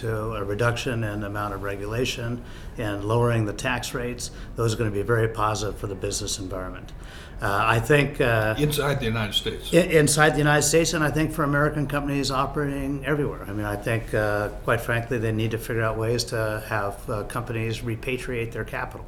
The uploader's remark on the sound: Recorded at the 2017 USC APBO Asia Pacific Business Outlook Conference.